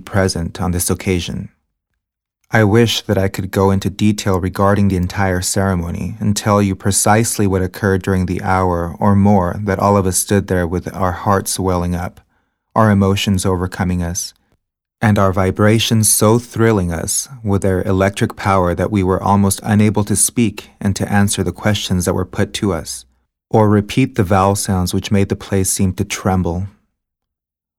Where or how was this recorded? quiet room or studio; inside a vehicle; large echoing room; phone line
quiet room or studio